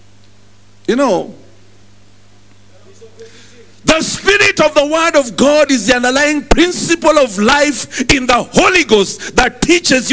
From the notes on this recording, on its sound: Preached at New Breed Chapel Intl.